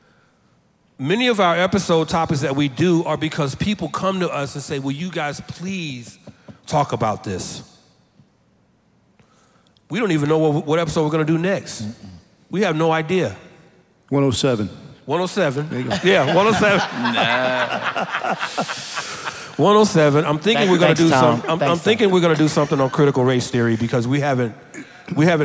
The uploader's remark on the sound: a special show filmed live at the 2021 National Founders Conference